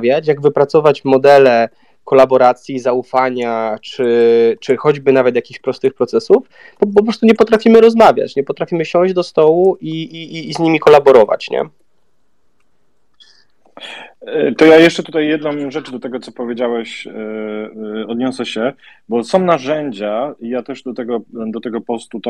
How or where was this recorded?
video call